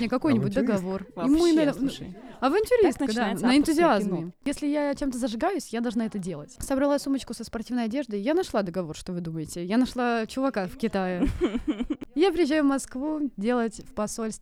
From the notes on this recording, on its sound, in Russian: Беседа вышла настолько оживленной, что студийная аппаратура дала сбой, но это только добавило камерности разговору. Как в шумном зале ресторана!